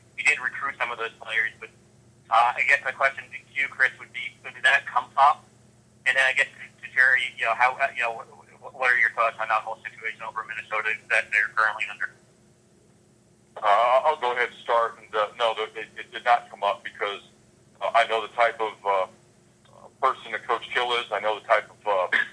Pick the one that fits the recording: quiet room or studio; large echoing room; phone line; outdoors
phone line